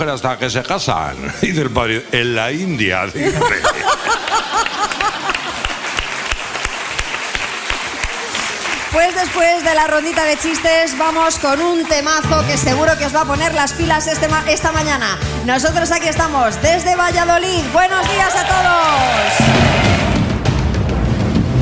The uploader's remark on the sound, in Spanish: Las Mañanas KISS en directo desde VALLADOLID. Nuestro programa en directo desde el Museo de la Ciencia de Valladolid.